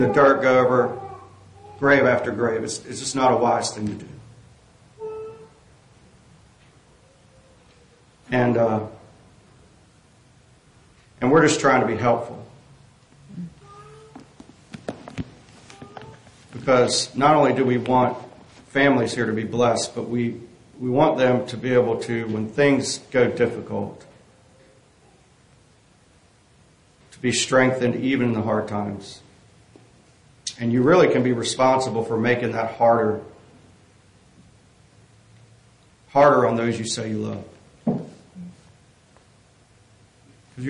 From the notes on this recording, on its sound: This sermon was preached on November 5, 2023 at Catherine Lake Baptist Church